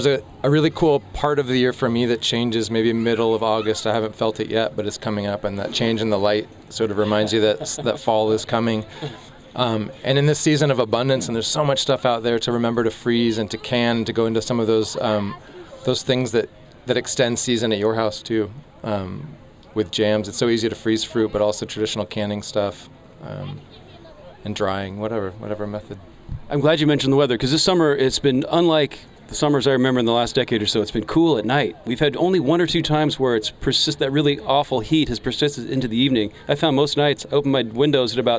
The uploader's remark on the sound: Was broadcast LIVE on SPACE 101.1 FM. The Wallingford Local airs LIVE from the Wallingford Farmer's Market.